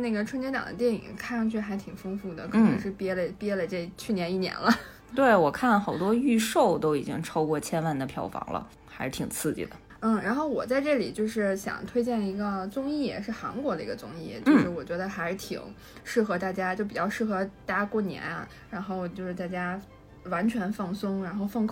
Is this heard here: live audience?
no